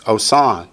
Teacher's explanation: Because the dot makes it the O, the long O sound. The long O vowel between the first and second root letters.